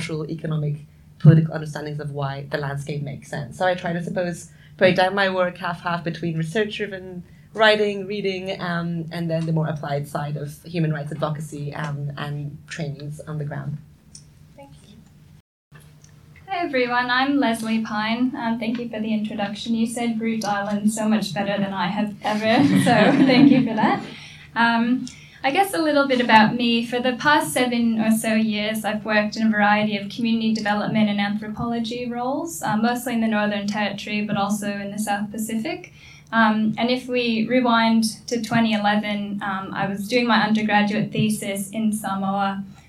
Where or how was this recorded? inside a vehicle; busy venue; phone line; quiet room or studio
busy venue